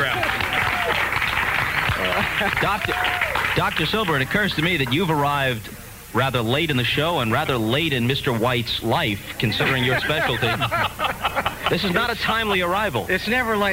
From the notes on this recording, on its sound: Signed off for the last time on KMOX. A live broadcast at the Summit Restaurant in downtown St.